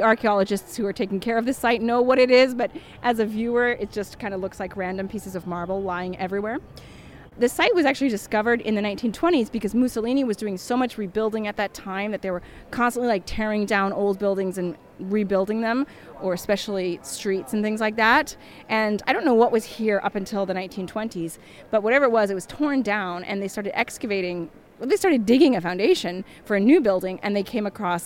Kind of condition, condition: setting, outdoors